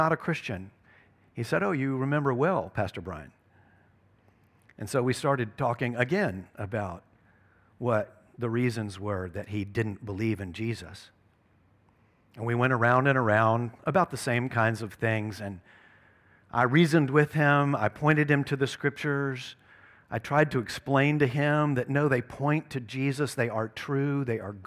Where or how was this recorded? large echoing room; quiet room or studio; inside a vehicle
large echoing room